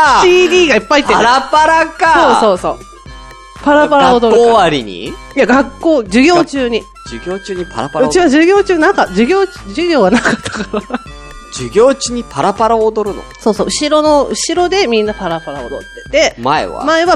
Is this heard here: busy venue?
no